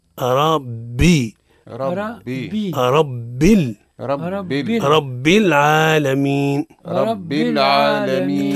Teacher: الصواب ربي، مرققة الباء ومشددة ومكسورة